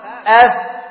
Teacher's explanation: الفاء بالعربي أف الذي يكون من باطن الشفة، من باطن الشفة، من طرفيهما ومن بطن الشفة، فالفاء مع أطراف الثنايا المشرفة، يعني مع أطراف الثنايا العليا للشفتين، الواو باء ميم وغنة مخرجها الخيشوم.